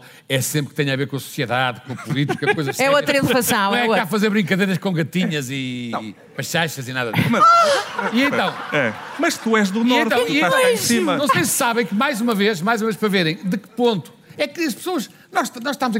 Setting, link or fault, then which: setting, live audience